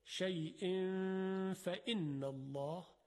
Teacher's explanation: اخفای تنوین قبل از ف